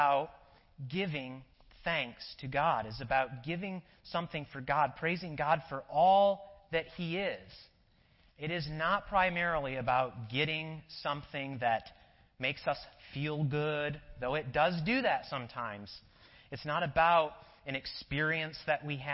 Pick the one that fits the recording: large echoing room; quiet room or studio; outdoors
large echoing room